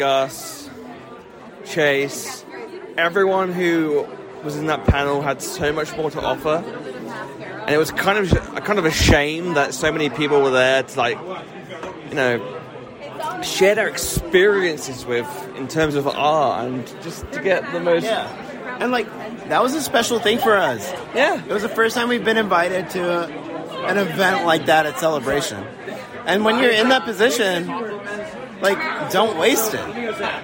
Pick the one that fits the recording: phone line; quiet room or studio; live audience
live audience